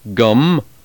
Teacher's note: The final consonant of the second word, gum, we call a bilabial nasal.